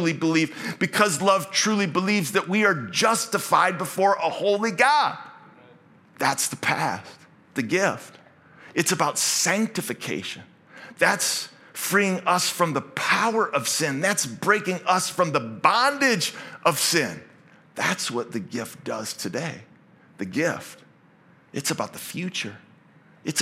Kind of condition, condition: setting, large echoing room